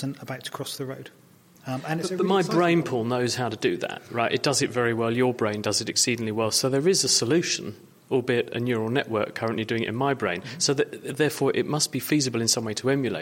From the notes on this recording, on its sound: This week the show comes to you from the Royal Institute of Navigation's annual International Conference.